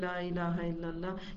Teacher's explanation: ये वो कलम है जिसमें होंठ भी नहीं हिलाने पड़ते, ला इलाहा इल्लल्लाह का कोई मखरज होंठ से नहीं है